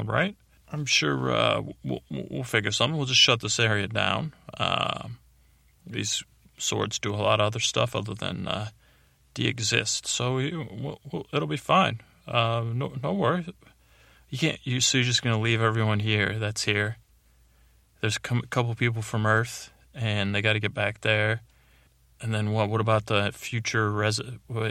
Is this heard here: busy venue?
no